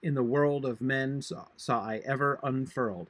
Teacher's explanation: World, men, ever, furled. Those are the four stressed syllables there.